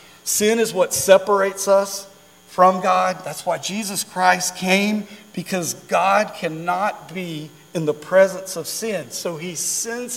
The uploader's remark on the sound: during our Wednesday night Live service